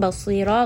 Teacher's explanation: Ra in this case is heavy. And then we end here on a mad al-iwad, two count.